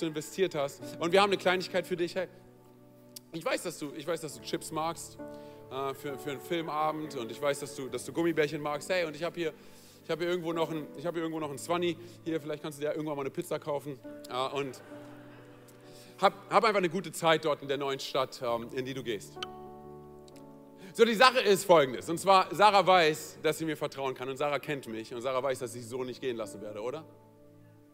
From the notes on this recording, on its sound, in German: aus unserem Gottesdienst am 21.